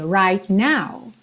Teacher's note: Você já junta também, não precisa dizer right now. Right, você tá com o T, língua lá no céu da boca, já sai pro N